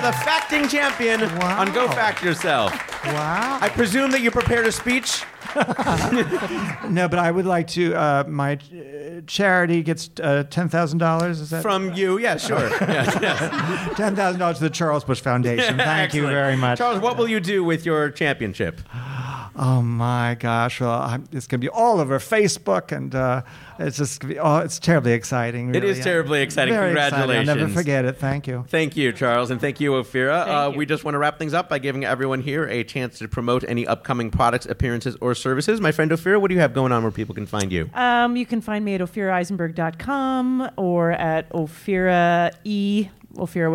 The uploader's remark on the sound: The show was recorded at Caveat in New York City. The show was recorded at Caveat in New York City.